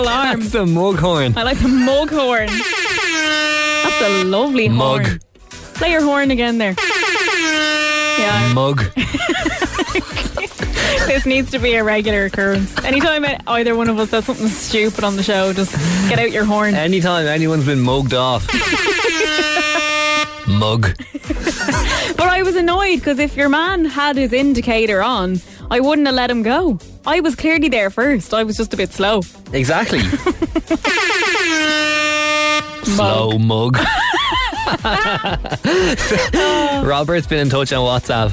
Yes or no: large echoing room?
no